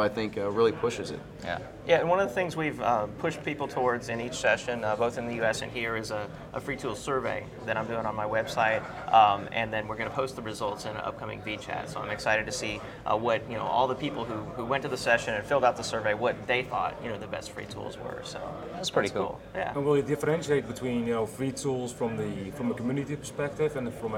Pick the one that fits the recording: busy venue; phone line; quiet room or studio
busy venue